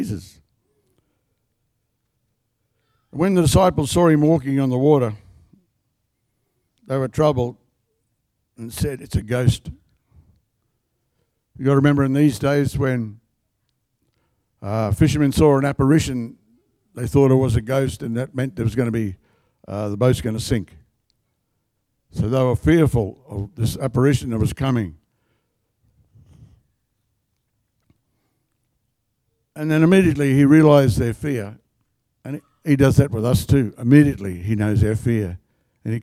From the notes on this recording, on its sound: The live stream of Destiny Church Atherton